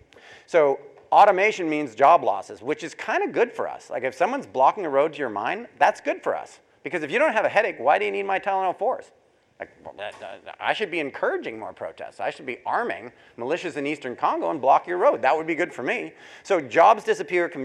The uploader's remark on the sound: to a live audience at The Northern Miner's Progressive Mine Forum held at the MaRS Discovery District in Toronto in October 2018